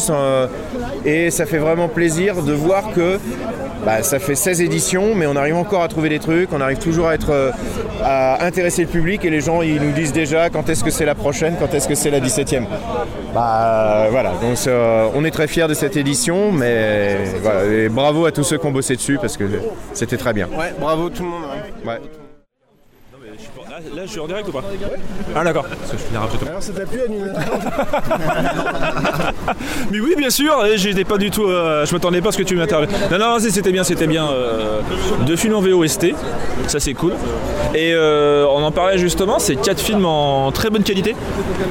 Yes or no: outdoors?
yes